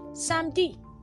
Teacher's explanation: In most cases, the letter E is being omitted when pronouncing.